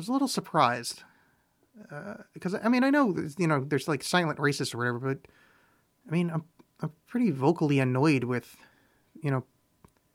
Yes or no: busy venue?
no